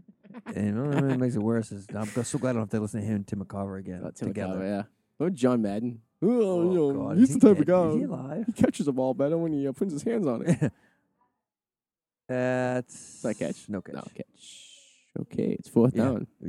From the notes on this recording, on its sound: Live at the Revere Comfort Inn Lobby watching the Patriots Broncos AFC Championship live while recording. While there is screaming kids in the background.